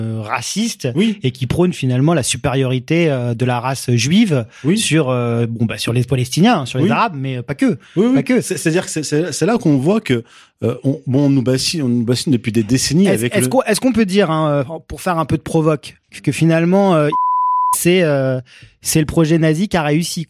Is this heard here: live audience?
no